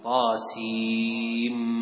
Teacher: يوجد إدغام بغنة بين النون، نون السين، طاسين، وحرف الميم، تقول طاسيم.